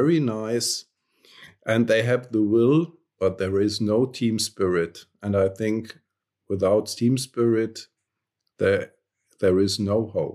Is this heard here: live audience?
no